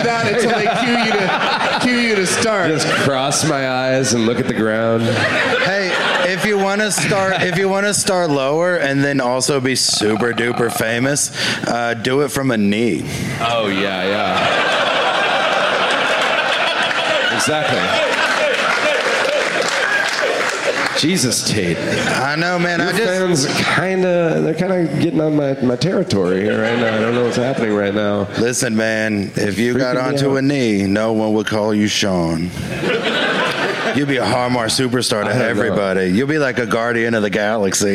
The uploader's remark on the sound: Live from Helium Comedy Club in Indianapolis